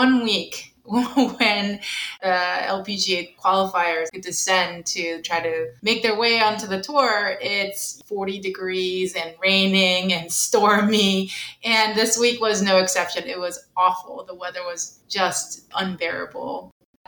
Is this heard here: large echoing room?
no